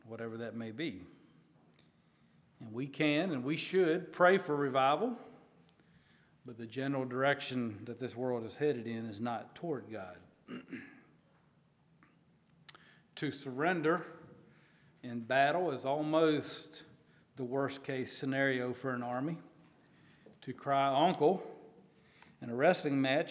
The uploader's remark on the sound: at Hephzibah Mennonite Church on June 11, 2023